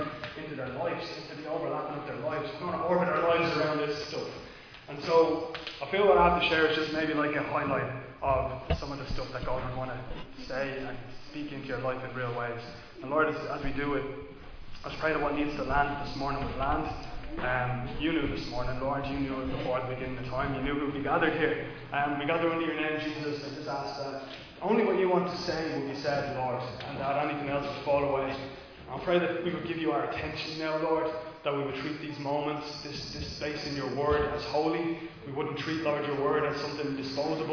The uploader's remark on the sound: Recorded live in Liberty Church on 22 August 2021